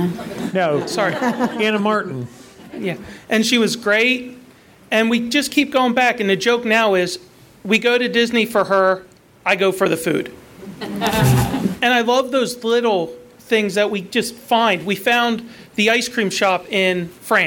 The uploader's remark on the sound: Recorded live at the New England DIS meet for Give Kids The World. The live audience also steps in and tells their stories.